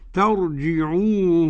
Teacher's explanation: الراء مفخمة والجيم معطشة مكسورة والنون حرف غن مشدد